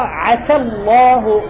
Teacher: سيقرأ عسى الله ولا يجعل تفخيم لفظ الجلالة مؤثرا في السين · Term: انفتاح